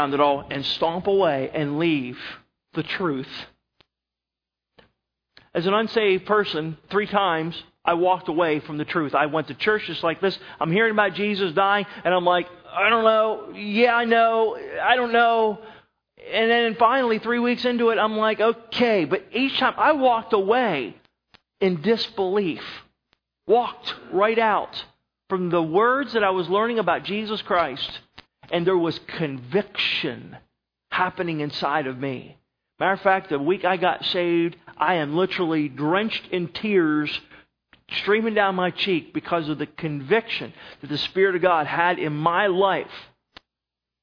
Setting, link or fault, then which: setting, large echoing room